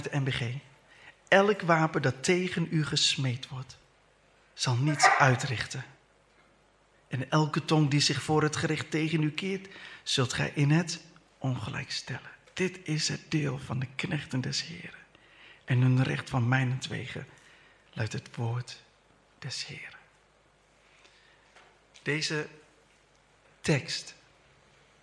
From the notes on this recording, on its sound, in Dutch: Deze preek is opgenomen tijdens de eredienst van Christengemeente Dinxperlo te Dinxperlo.